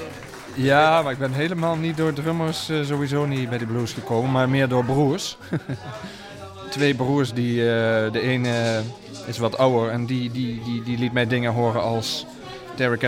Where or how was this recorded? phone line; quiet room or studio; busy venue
busy venue